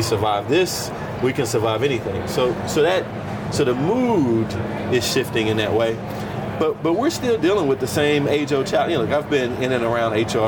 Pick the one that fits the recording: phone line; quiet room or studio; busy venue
busy venue